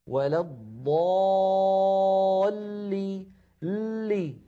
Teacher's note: ولضالين، اللام أيضا في كلمة ولضالين مشددة تتألف من لامين، اللام الأولى بين الرخوة والشديدة زمنها يحتاج إلى جريان ضئيل مساو للحم، ولضالي لي ها لامان، ل هذه اللام الأولى، لي هذه اللام الثانية.